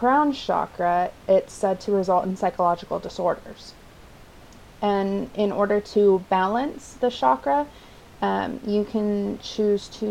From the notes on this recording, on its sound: For this installment, I recommend a lower volume due to the excessive and obnoxious background noise.